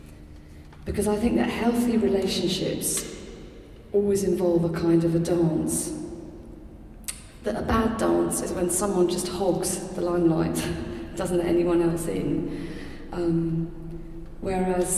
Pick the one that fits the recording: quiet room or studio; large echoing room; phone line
large echoing room